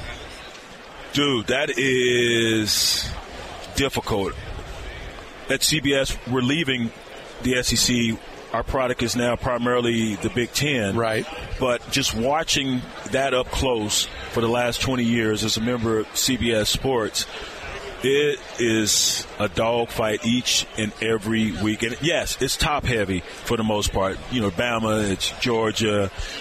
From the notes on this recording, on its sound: Thursday's Program was once again live from Radio Row in Las Vegas.